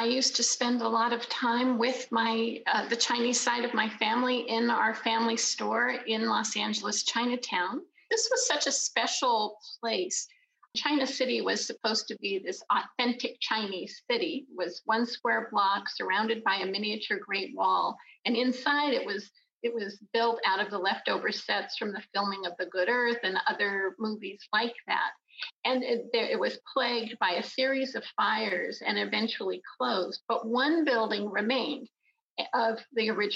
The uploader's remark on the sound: This podcast was recorded in front of a live Zoom audience.